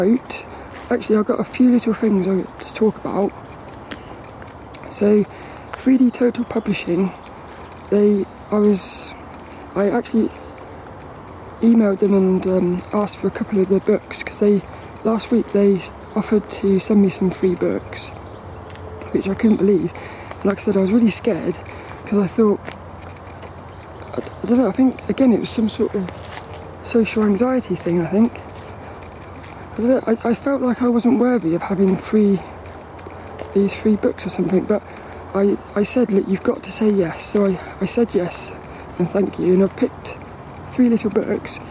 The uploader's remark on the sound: Record this podcast while walking through the woods of Saltrum.